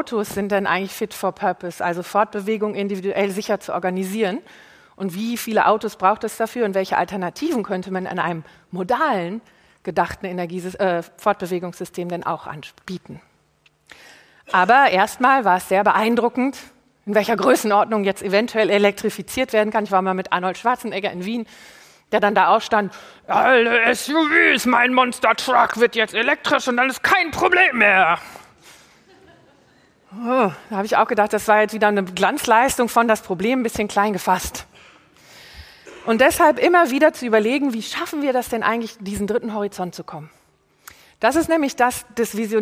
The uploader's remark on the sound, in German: Live vom BAM! Bock auf Morgen Festival.